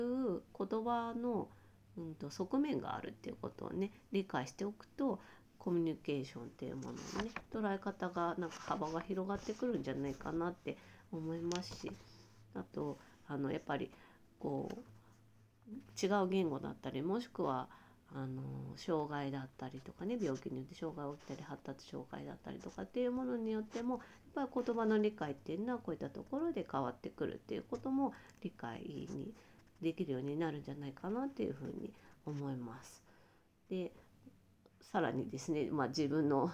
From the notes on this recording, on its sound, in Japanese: 今日はワイヤレスイヤホンで収録したため、音量が小さくなっています。